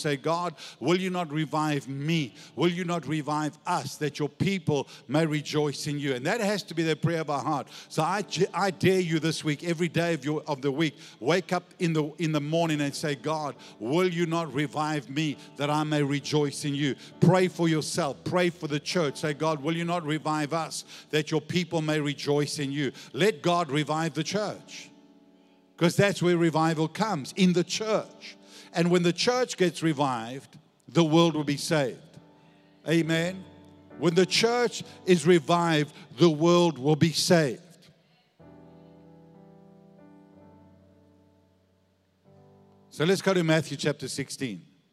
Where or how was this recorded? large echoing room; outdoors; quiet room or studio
large echoing room